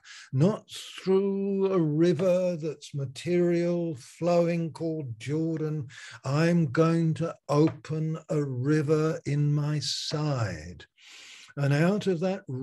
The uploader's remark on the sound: Malaysia Meets (Zoom)